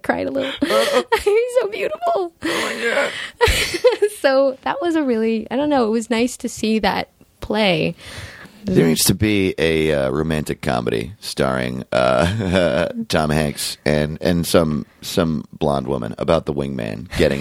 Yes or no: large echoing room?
no